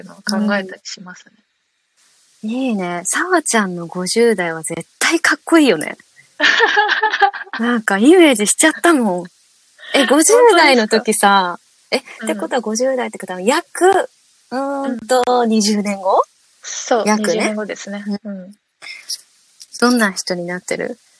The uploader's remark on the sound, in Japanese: リアルに深夜11:30にリモート会議で収録。